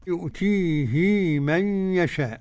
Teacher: وصل ابن كثير الهاء في يؤتيه بحركتين · Term: الصلة